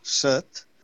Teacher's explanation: es pronuncia en vocal neutre, set. En canvi, en català central es pronuncia en veu oberta, set.